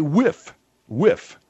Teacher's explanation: you hear it among the Cockney in England, whiff instead of th